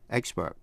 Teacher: Vậy expert là danh từ hay tính từ phát âm như nhau, đều nhấn vần đầu